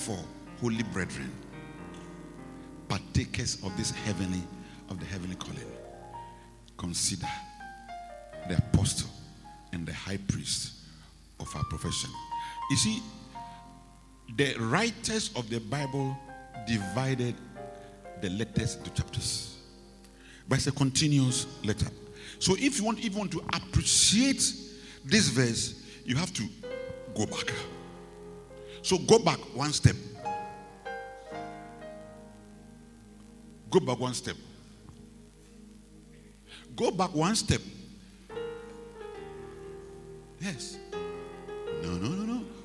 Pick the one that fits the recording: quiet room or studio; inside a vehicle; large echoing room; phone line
large echoing room